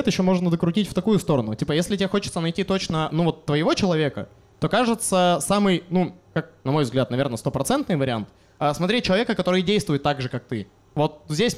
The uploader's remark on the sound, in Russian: Лайв в баре.